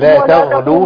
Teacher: ساكنة الغين وبين صوت الرخاء بتاعتها